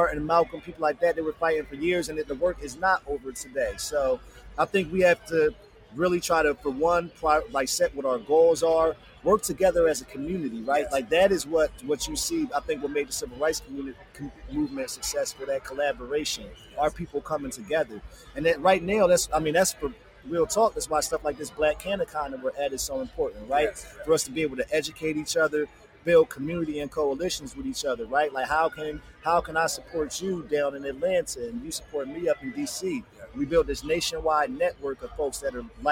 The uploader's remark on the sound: Another episode live from Black Cannacon.